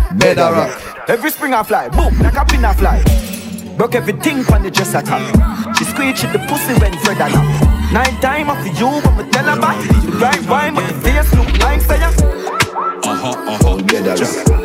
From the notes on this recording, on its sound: Live Twenty One Sound Bar 18 - 01 - 2024